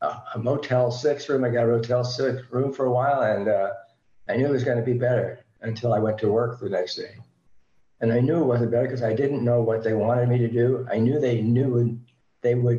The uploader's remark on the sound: the Friends of Bill and Lois W meeting held on zoom in July of 2023